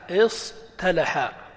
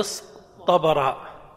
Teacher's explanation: الإبدال هنا يقول نبدل التاء إلى طاء، لماذا؟ لأن فاء الكلمة صاد حرف مطبق · Shown in: second take · Term: قلب تاء افتعل